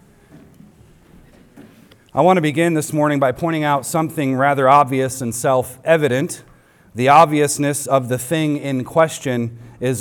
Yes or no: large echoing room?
yes